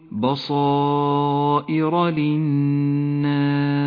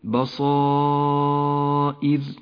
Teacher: وأخيرا لاحظ كلمة بصائر، الباء مرققة والصاد والألف حرفان مفخمان والهمزة مرققة والراء مفخمة في حالة الوصل لأنها مفتوحة، ومرققة في حالة الوقف عليها لأنها تصير ساكنة وقبلها حرف مكسور.